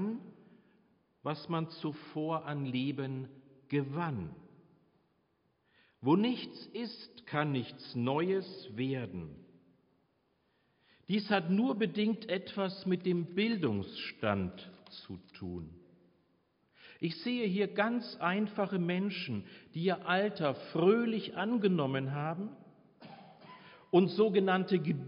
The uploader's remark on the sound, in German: Predigt Pauluskirche 15.5.2022 - Jazzvesper